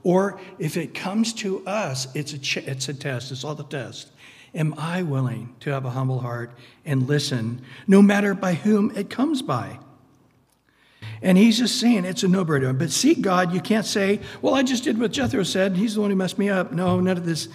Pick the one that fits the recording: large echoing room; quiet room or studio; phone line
large echoing room